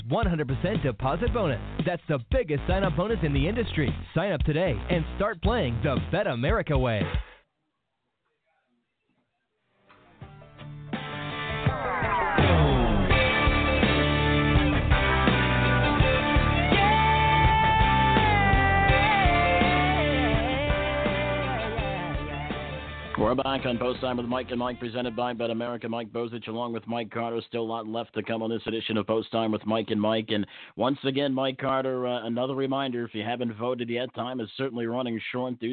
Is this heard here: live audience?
no